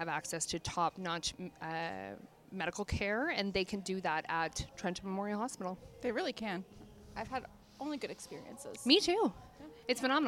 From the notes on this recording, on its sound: The amazing Trenton Memorial Hospital Foundation team invited the Babes of Quinte podcast to record "live" at the Boots and Bling Gala.